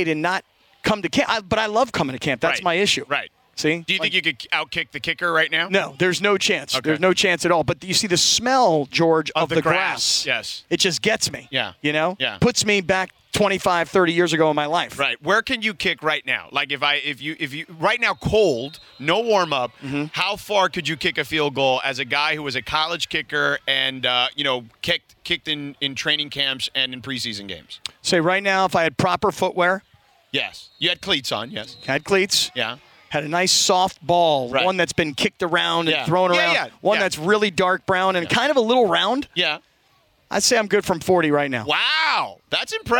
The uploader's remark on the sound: The guys are live from UC Irvine from Rams Camp.